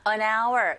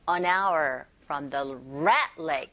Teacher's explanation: 여기서 hour의 h는 무음하시죠? 안에 은이라는 자음과 hour의 아라는 모음과 연결되어져서 연음현상, liaison, an hour from the Red Lake.